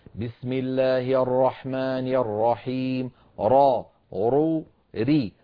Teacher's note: مفخمة عند الفتح والضم ومرققة عند الكسر